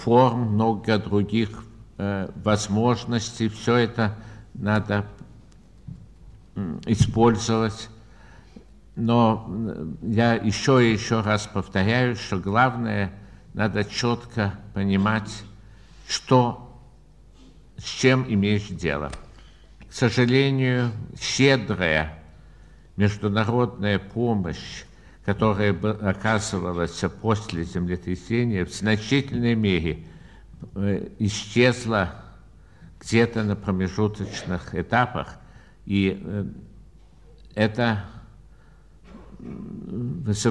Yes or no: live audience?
yes